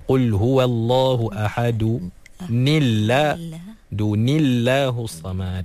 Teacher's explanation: bila kita baca dengan baris bawah pada tanwin tu, automatik lafzul jalalah dinipiskan, ditarqiqkan.